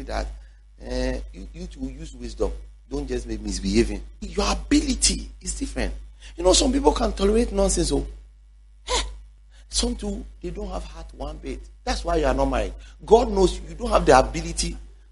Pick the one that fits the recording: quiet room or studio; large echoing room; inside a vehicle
large echoing room